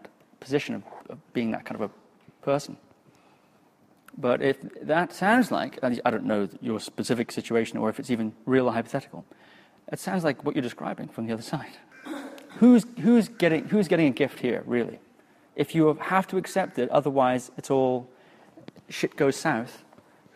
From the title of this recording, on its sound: Live Workshop Q&A